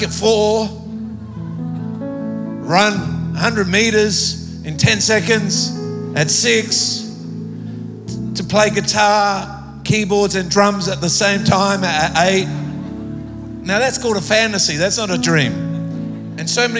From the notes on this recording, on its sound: Recorded live at Planetshakers Church (Melbourne) on Sunday 10th of September 2023.